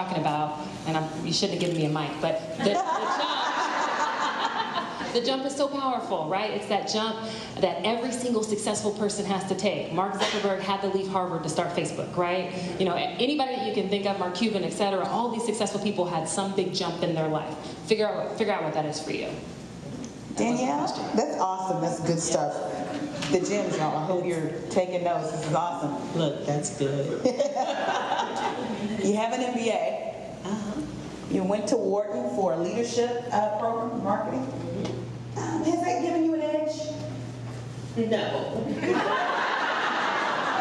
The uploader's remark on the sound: Complete with an enthusiastic LIVE audience from the Lincoln Experience at The Star at Dallas Cowboys World Headquarters.